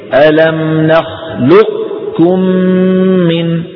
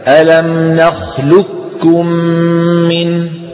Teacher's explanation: الفرق الثاني الطاء مطبقة مستعلية، والقاف هنا مستعلية فقط ليست مطبقة، وأكثر النقلة على إدغامها في الكاف إدغاما كاملا، أكثر النقلة، فيقولون ألم نخلقكم بكاف مشددة لا يبقى من القاف شيء · Shown in: second take